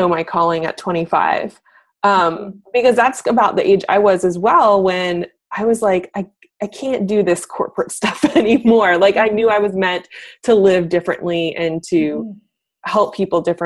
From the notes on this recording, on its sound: having a little Skype date